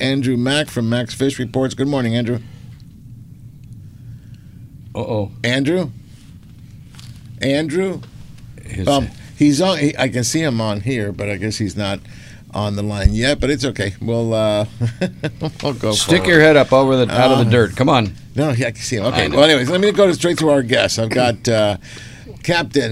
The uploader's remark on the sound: "LIVE" from Angel Stadium in Anaheim, CA